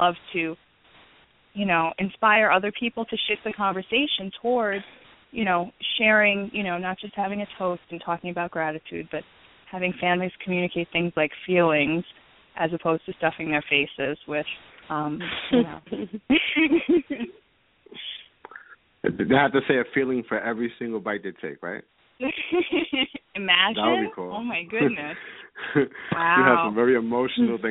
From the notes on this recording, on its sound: THIS WILL BE A LIVE CALL IN SHOW